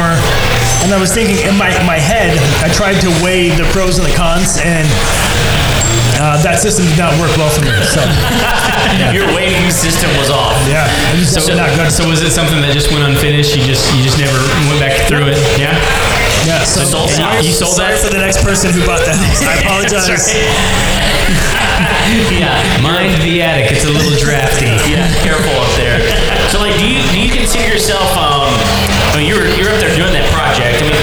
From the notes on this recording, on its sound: That time we did a live show. We did a live show at Thistle Draft Shop in Spring, TX. We had a great night and broke the audio up into smaller pieces.